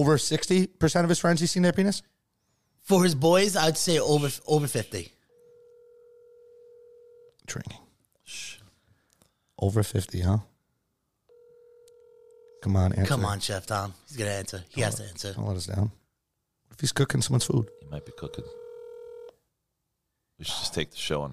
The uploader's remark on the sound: A special Phone call